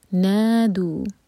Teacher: دو syllable والا ورڈ، نون پر زور دیا جائے گا